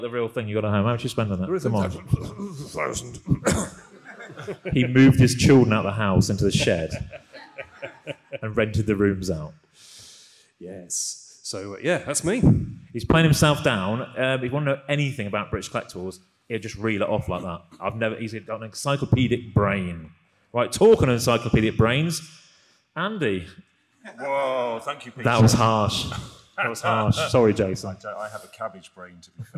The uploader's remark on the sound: Star Wars Celebration 2023 Special. Recorded in front of a live studio audience at Star Wars Celebration on the Holonet Stage!